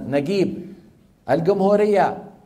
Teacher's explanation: في مناطق بجنوب الجزيرة العربية بينطقون الجيم ايه؟ جي